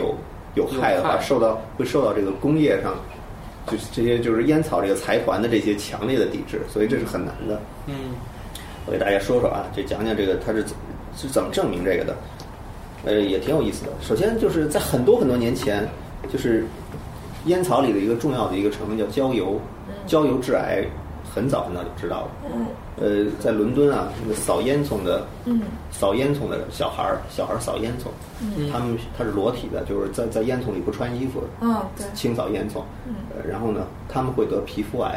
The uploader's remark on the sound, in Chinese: 本期节目为在张大妈办公区用录音笔录制，可能有街道上的杂音，请见谅。